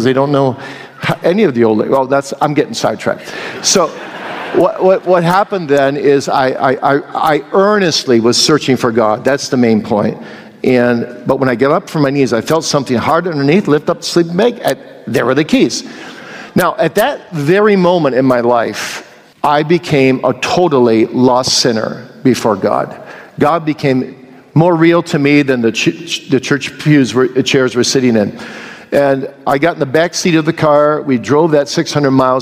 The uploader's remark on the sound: Q & A from the 2022 Boise Reformation Conference